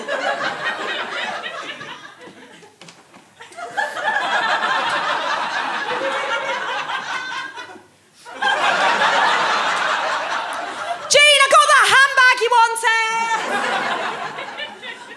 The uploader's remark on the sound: Recorded at the Leicester Square Theatre, London, in January 2011.